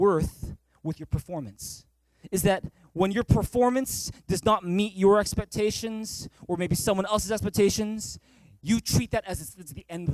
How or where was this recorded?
large echoing room